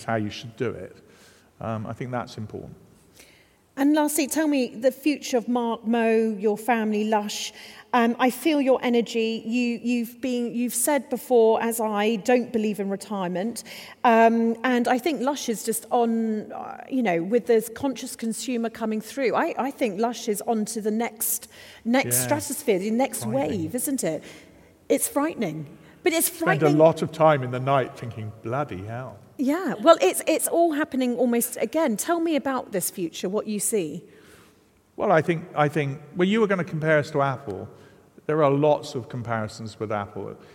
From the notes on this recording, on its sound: This episode was recorded in front of a live audience of 300 in the beautiful surroundings of Manchester Cathedral.